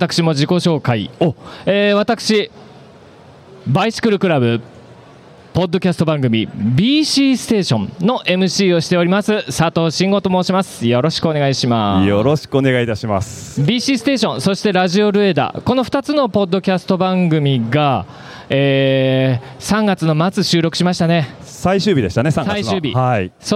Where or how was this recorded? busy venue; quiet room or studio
busy venue